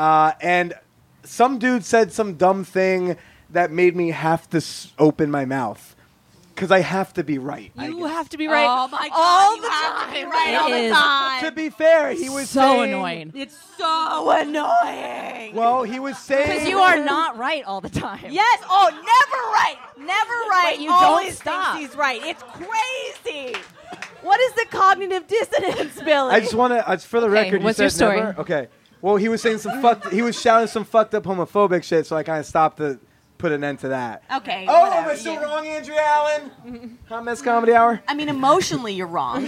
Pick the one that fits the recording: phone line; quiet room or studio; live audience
live audience